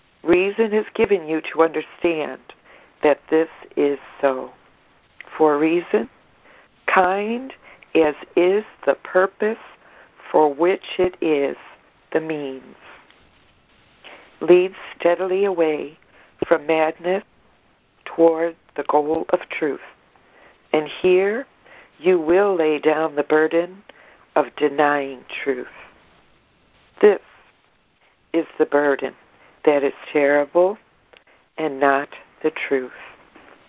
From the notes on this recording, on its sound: ACIM Daily Conference Call